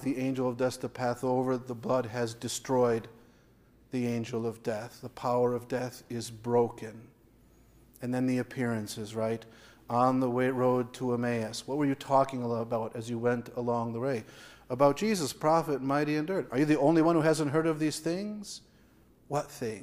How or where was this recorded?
large echoing room